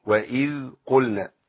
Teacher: ذال ساكنة فيها رخاوة يمشي فيها الصوت